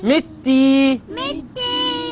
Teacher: تاء شدة وكسرة. ياء مد طبيعي حركتين